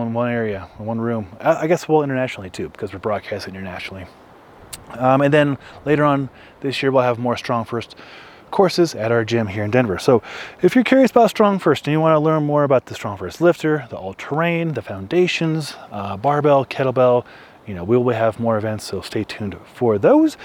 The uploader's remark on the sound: Its another live episode shot at Jones Pass and uploaded via Starlink.